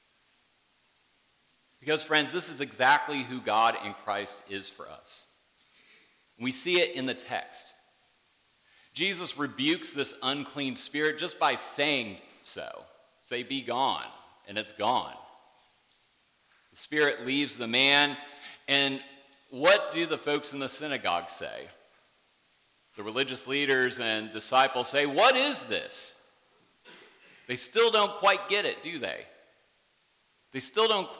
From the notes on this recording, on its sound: worship service at Warrenton Presbyterian Church